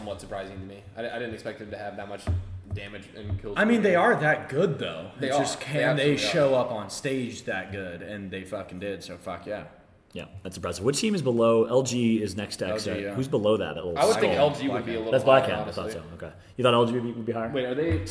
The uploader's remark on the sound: LIVE FROM BIRMINGHAM DAY 2